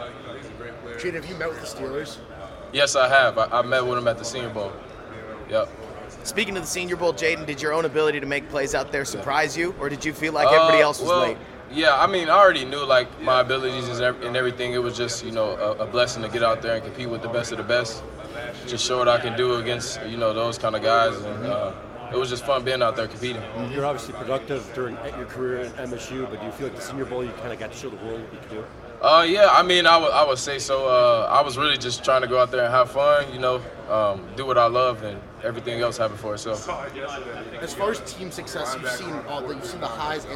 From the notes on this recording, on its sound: Press Conference from the NFL Combine. From the 2023 NFL Scouting Combine.